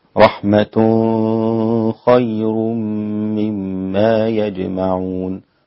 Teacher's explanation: فالخاء والغين عند الإمام أبو جعفر إذا جاء قبلها نون ساكنة أو تنوين فإنه لا يعني لا يظهرها، إنما يخفيها مع الغنة